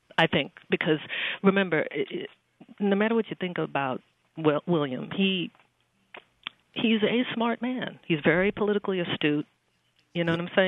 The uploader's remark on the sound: All that plus your phone calls